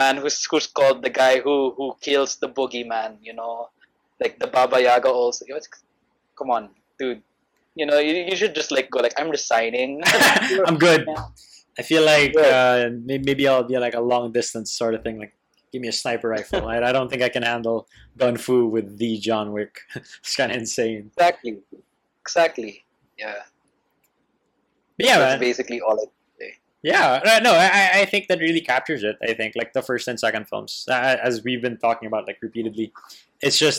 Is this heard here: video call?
yes